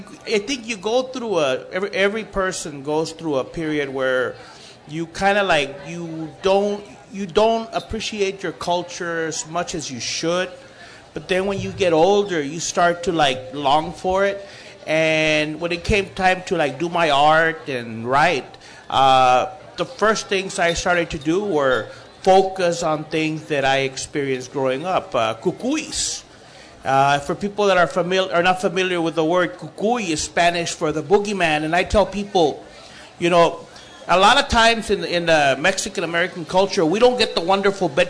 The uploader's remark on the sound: a special broadcast from the 2014 Tucson Festival of books